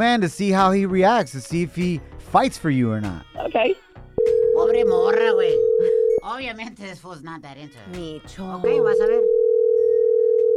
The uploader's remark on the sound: We opened up the phone lines.